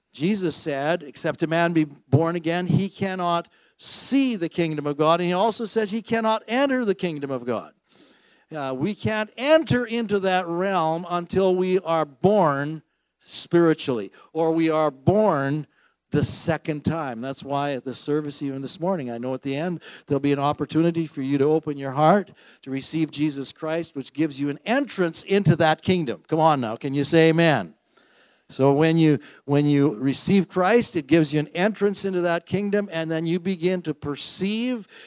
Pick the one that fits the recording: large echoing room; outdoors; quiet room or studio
large echoing room